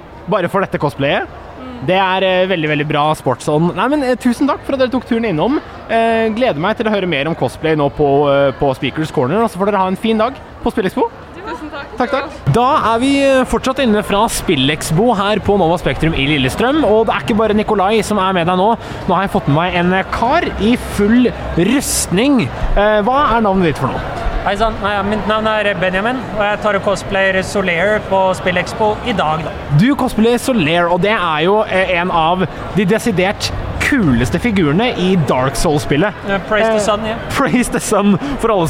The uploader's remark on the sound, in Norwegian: GamePlay på Spillexpo 2023! Det blir vandring langs standene i messa, det blir live podcast.